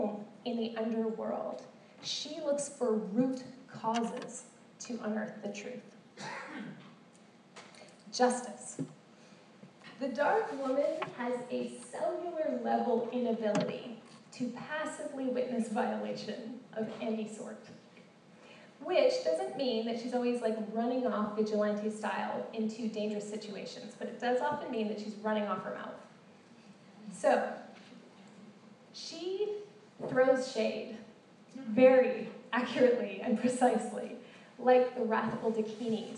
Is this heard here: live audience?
yes